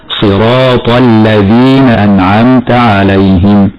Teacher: ونلاحظ هنا أنه لا بد من إخراج طرف اللسان في حرف الذال، هكذا: صراط الذين أنعمت عليهم، مع ترقيق اللام، ولا تتأثر اللام بالتفخيم لمجاورتها حرف الطاء قبلها · لا بد من إخراج طرف اللسان في حرف الذال، هكذا: صراط الذين أنعمت عليهم، مع ترقيق اللام، ولا تتأثر اللام بالتفخيم لمجاورتها حرف الطاء قبلها، فالبعض ينطق خطأ هكذا: صراط الذين أنعمت عليهم، هكذا خطأ مرة أخرى: صراط الذين أنعمت عليهم.